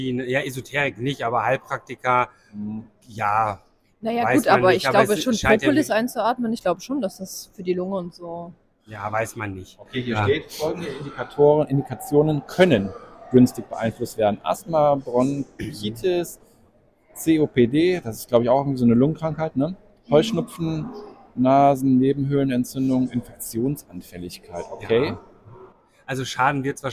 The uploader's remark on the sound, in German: live beim Apisticustag in Münster